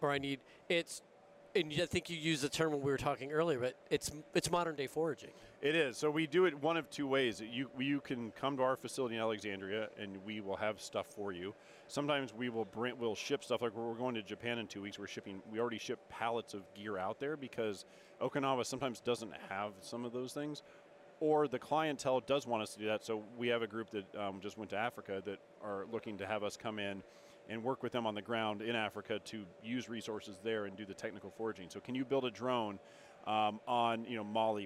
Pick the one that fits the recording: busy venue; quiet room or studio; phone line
busy venue